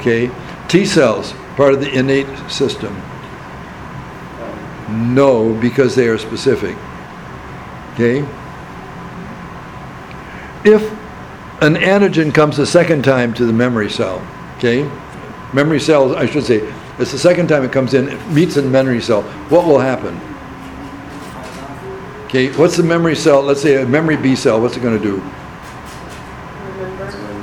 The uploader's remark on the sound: Recording of discussion with the class on the midterm.